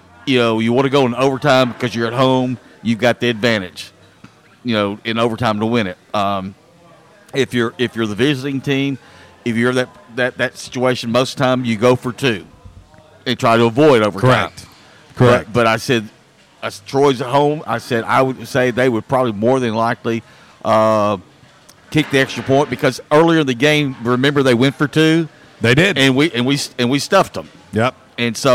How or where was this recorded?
busy venue